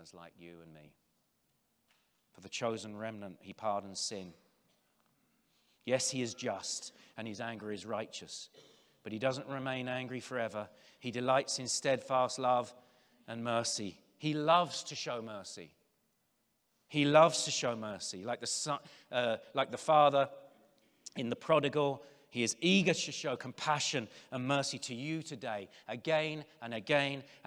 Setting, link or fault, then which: setting, live audience